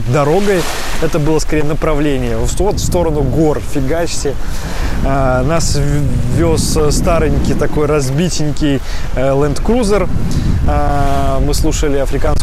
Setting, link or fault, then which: setting, outdoors